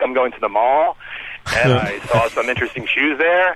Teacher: the last tone of every word is like a pitch bend upwards